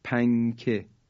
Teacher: نونشو تلفظ نمی کنیم، در حقیقت اخفا میکنیم